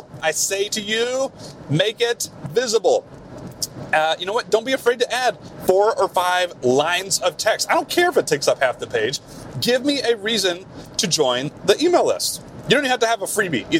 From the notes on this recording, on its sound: BONUS CarCast. Apologies in advance for the bad audio quality. This was recorded in a car.